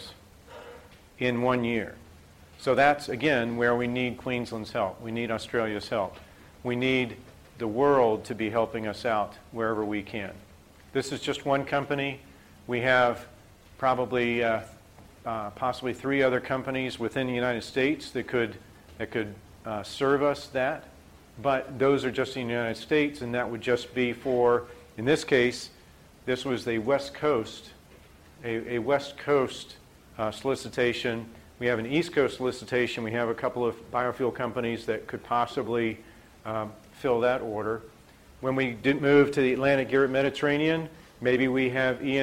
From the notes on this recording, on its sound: IFE Distinguished Visitor Lecture, recorded 9 October 2017 at QUT